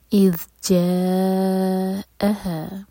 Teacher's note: قریتی، اذ ذال ساکن پر تھوڑا ٹائم. اذ جاءہا، جاء پر مد متصل، چار حرکہ لمبا اور پھر حمزہ پر کٹ آف ساؤنڈ